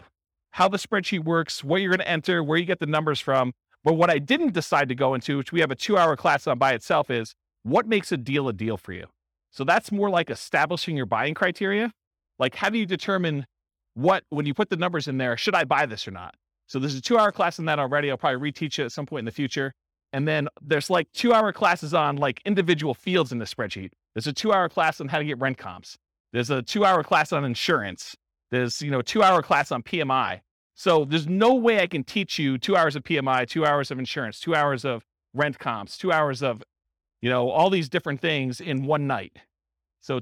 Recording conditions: live audience